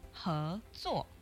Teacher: So that's a second tone and a fourth tone. Goes up and then it goes down.